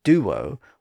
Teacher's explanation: Think about the word duo, D-U-O, which is often pronounced as duo with a slight W sound in the middle